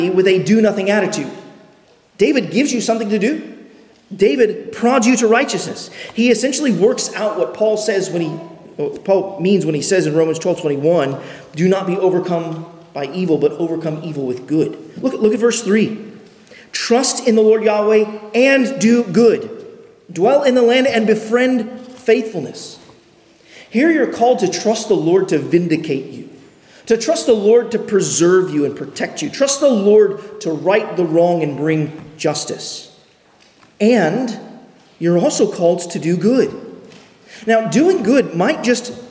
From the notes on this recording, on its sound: at Arlington Baptist Church in Arlington, Virginia